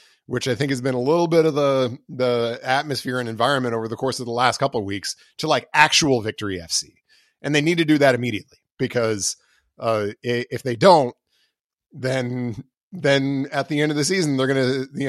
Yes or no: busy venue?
no